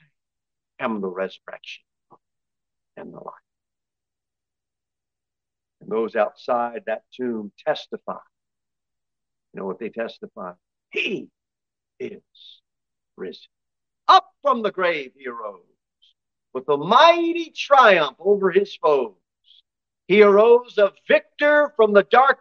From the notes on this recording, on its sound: Sermon delivered at Pilgrim Baptist Church on Sunday, April 9, 2023, at 11:15 am. Jere Whitson Rd.